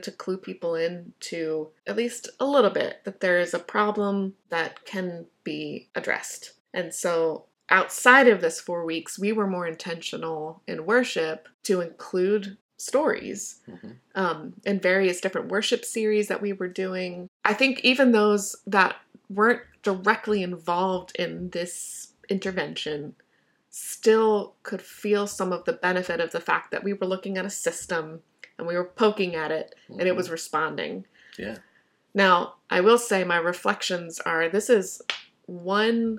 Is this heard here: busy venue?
no